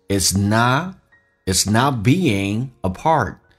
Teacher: Not 的 T 去掉，略音，气流阻塞一下。